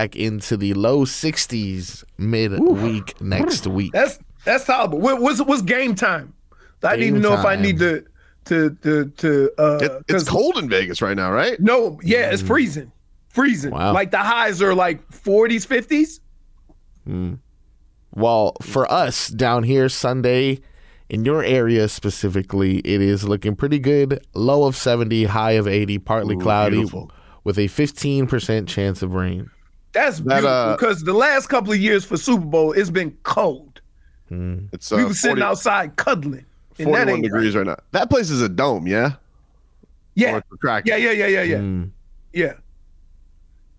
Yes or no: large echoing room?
no